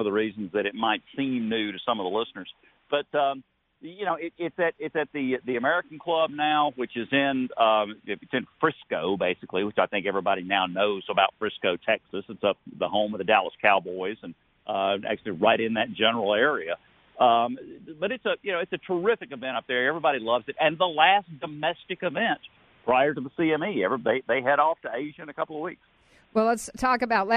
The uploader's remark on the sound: emotional phone call after winning the Safeway Open